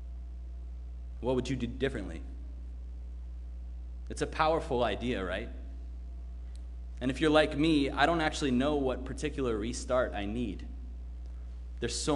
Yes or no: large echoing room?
yes